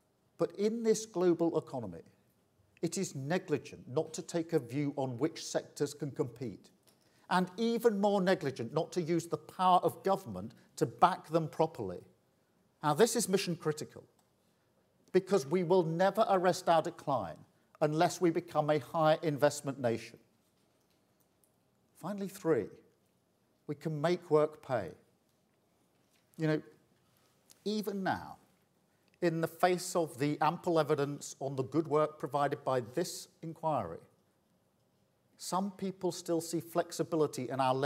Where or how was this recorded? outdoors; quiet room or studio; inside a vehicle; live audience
live audience